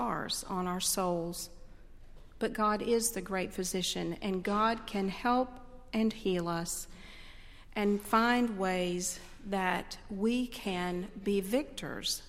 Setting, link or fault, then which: setting, large echoing room